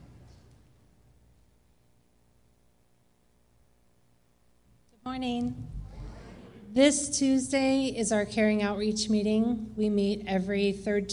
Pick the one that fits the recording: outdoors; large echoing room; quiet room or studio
large echoing room